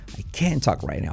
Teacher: Fíjate que la T no la pronuncio y acentúo toda la palabra para hacer la negación.